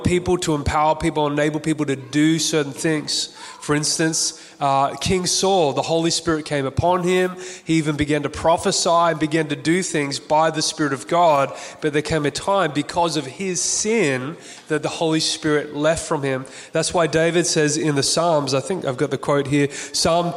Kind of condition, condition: setting, live audience